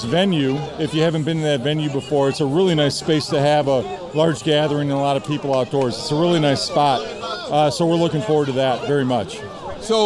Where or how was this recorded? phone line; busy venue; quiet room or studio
busy venue